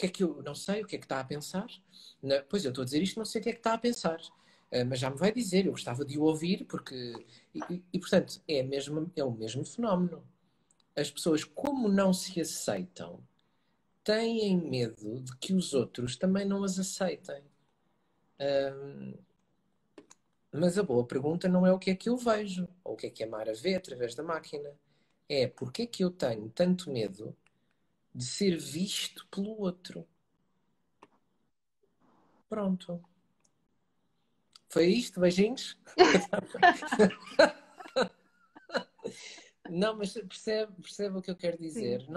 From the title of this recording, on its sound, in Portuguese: Conversa Live IG